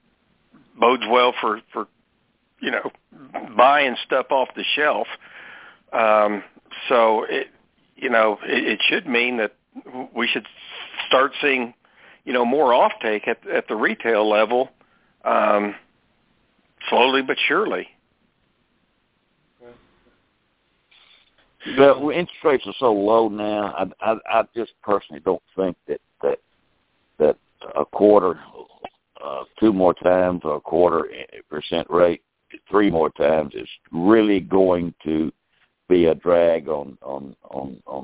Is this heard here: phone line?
yes